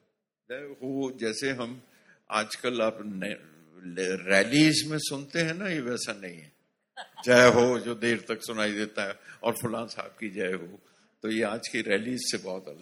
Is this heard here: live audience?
yes